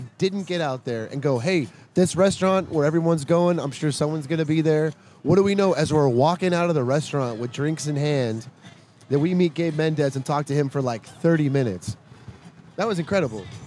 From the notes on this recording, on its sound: come to you live from Fig Tree Cafe in Downtown San Diego